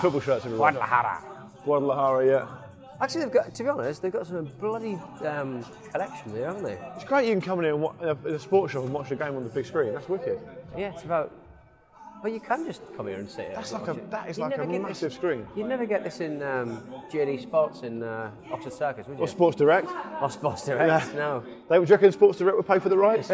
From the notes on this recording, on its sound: 7th Avenue NYC. It's a special show today recorded on the bustling streets of New York City!